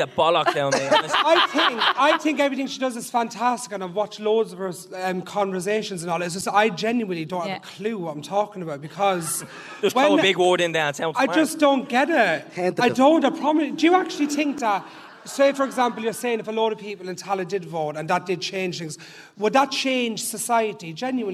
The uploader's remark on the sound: After our shows at the National Stadium we decided to go back to the archives and bring you some of our favourite bits from our live shows, going right back to the start.